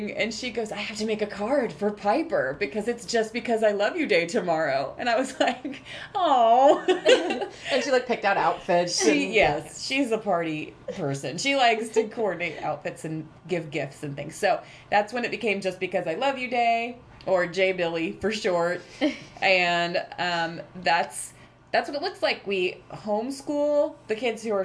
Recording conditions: sounds in the background